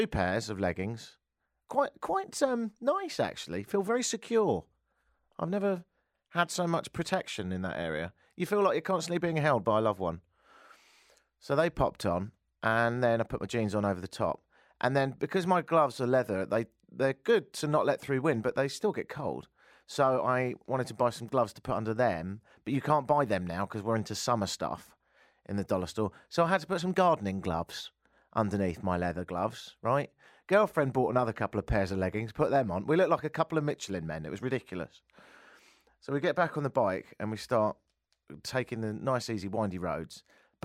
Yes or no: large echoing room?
no